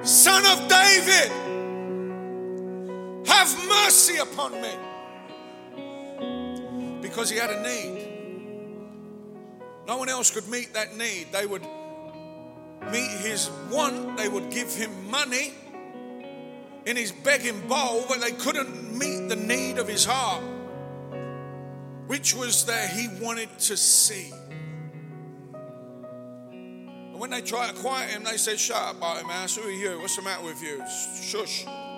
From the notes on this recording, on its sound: Speaking at the Just One Man Conference held at the Lighthouse Manchester in January 2020.